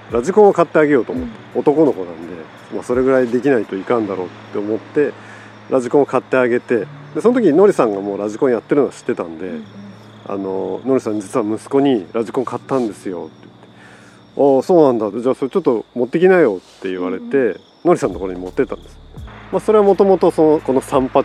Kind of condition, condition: setting, outdoors